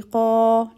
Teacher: قاف is a heavy letter followed by alif mad, so that means we will extend the qa for two counts but with heaviness, so alif will also be heavy, qa, like that.